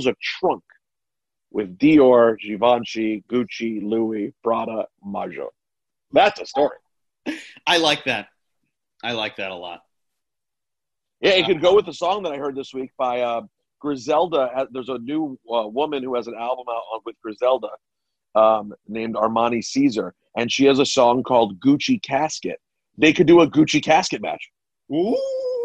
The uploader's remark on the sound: jump on a zoom